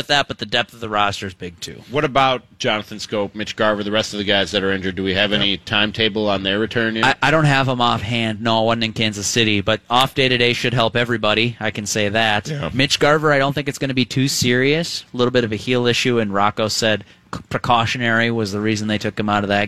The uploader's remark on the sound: The First-Place Twins Show LIVE from CHS Field in St. Paul!